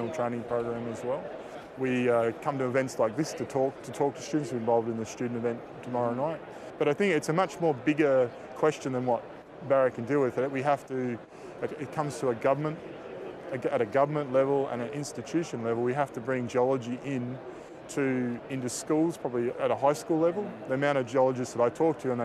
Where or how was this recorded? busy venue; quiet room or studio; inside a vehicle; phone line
busy venue